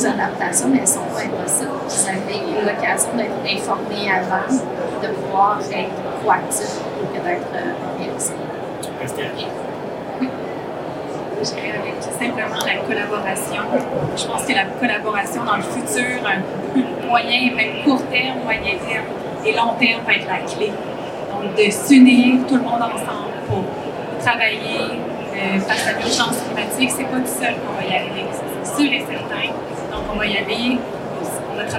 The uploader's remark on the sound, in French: Au Salon de l'agriculture. À noter qu’un problème technique nous empêche de diffuser l’audio original de ce panel de discussion. Nous sommes désolé pour la qualité sonore présentée ici.